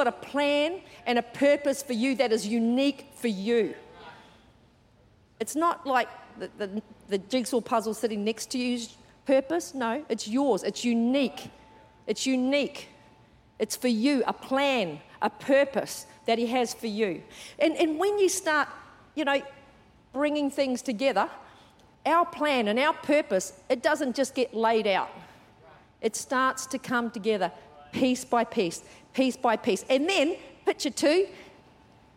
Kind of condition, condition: setting, large echoing room